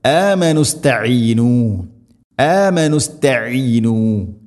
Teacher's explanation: ഇങ്ങനെ കൂട്ടി ഓതുമ്പോൾ ഹംസ ഒഴിവാക്കപ്പെടും, വസലിന്റെ ഹംസ നിർത്തുമ്പോൾ استعينوا امنوا استعينوا، അങ്ങനെ ഓതേണ്ടതില്ല, കൂട്ടി ഓതുന്നതാണ് ഖൈർ.